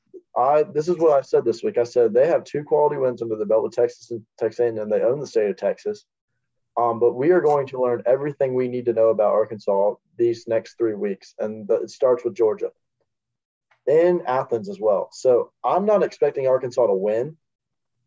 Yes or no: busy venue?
no